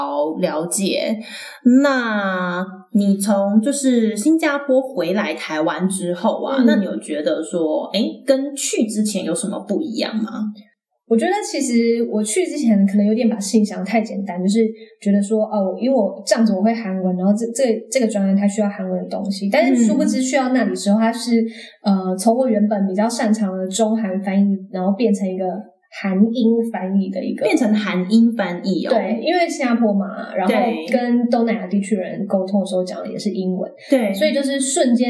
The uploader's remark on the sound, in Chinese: 本集節目的收音狀況不佳，請大家多多見諒